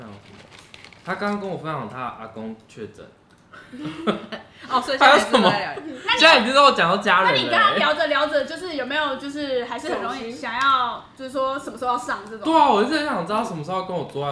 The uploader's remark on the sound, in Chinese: 本集節目邊吃晚餐邊錄音，有大量咀嚼聲請注意。